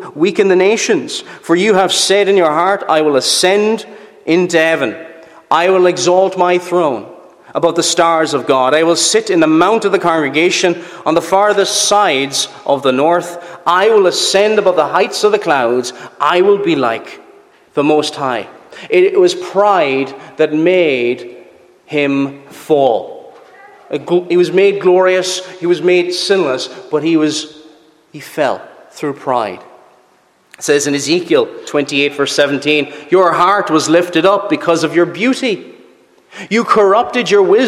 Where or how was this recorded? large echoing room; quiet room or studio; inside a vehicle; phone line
large echoing room